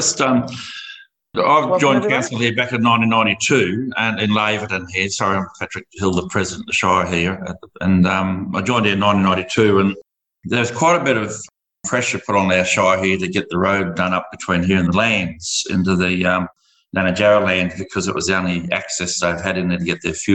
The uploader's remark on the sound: The Outback Highway Development Council (OHDC) has been running some industry briefing Zoom meetings. This episode is a recording of one of those industry briefings.